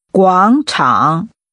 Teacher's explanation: Using rising and falling rising tones, say square.